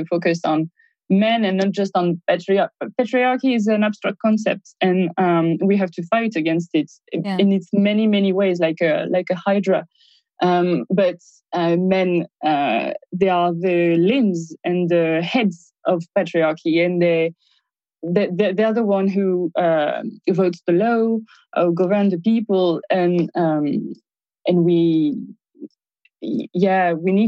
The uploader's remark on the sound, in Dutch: This conversation was recorded during an online event hosted by TivoliVredenburg in collaboration with publishing house Atlas Contact. Dit gesprek is opgenomen tijdens een online event dat werd gehost door TivoliVredenburg in samenwerking met AtlasContact op 1 maart 2021.